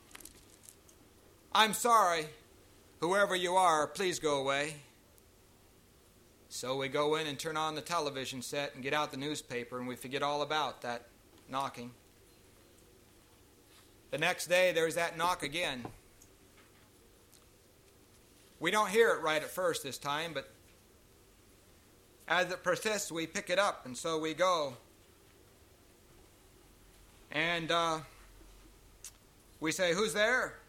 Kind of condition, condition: setting, large echoing room